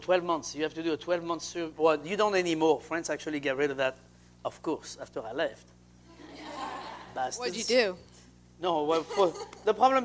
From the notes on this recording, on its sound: Taped before a live studio audience at Cafe Nordo in Seattle.